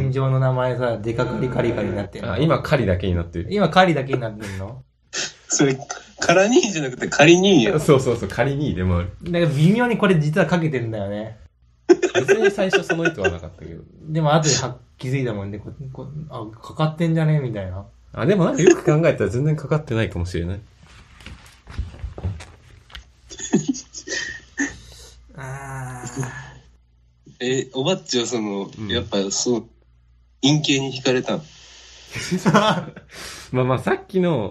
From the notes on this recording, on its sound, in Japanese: こう側の音質が悪くてすみません。